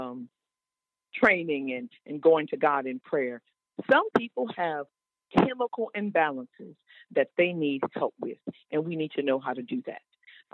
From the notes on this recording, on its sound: The Open Line Radio Show. Special guest on the phone.